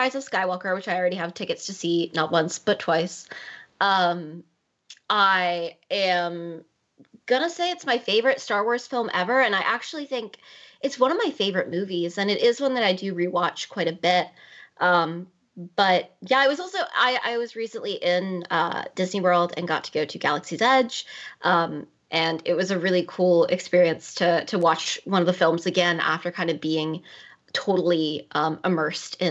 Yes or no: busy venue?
no